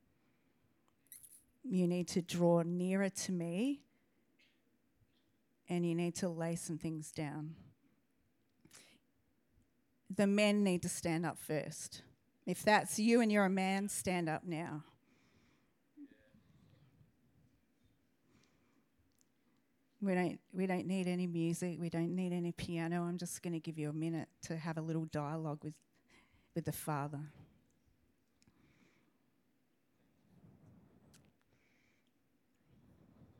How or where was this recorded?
large echoing room